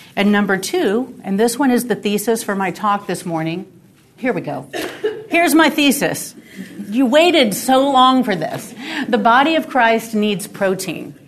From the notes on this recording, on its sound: This episode is from Discipleship for Women, recorded at the National Disciple Making Forum.